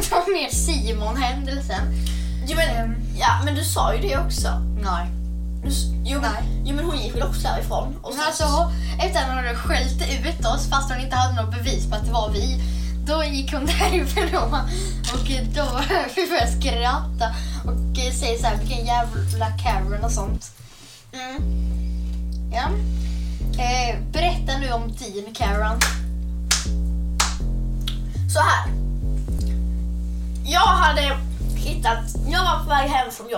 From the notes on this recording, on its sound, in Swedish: Vi ber om ursäkt för att ljudet kan vara lite dåligt.